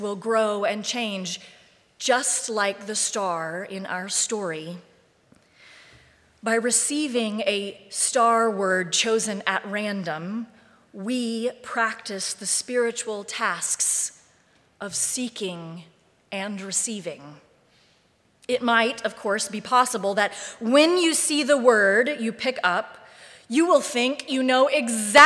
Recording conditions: large echoing room